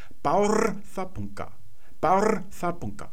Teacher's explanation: … In der isländischen Sprechmelodie, die davon geprägt ist, dass man manche Silben ziemlich lang spricht oder betont und dann andere ganz schnell widerspricht, sodass die ineinander verschmilzen, da wird auf dem ersten R eigentlich mal so ein bisschen ausgeruht und dann geht es sehr schnell weiter, dann nimmt das ganze Fahrt auf.